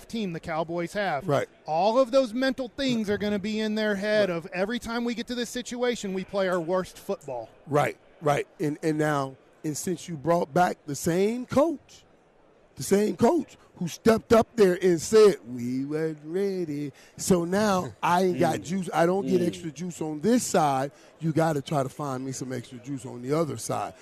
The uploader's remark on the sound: LIVE from Radio Row in Las Vegas!